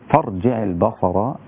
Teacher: الراء مفخمة لأنها ساكنة وما قبلها مفتوح. فرجع البصر، الباء لا تأخذ تفخيم الصاد فتصير الباء، إنما البصر.